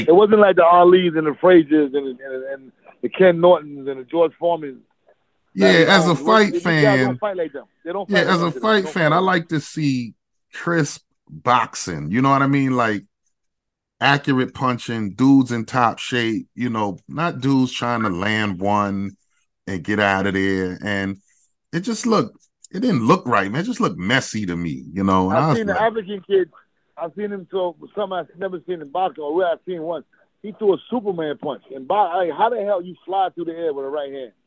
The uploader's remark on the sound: The phone interview was live